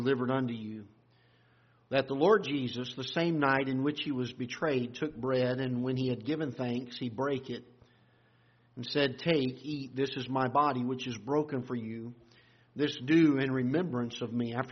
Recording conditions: large echoing room